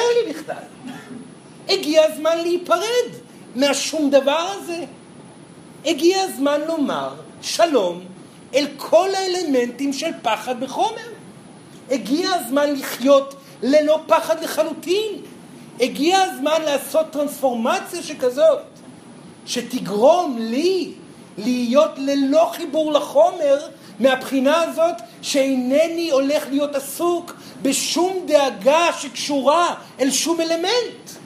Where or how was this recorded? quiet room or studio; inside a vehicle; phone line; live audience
live audience